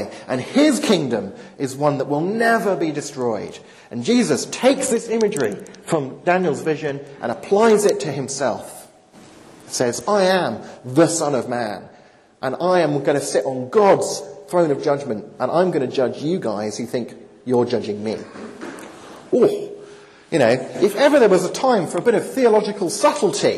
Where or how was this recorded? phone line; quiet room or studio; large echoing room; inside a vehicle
large echoing room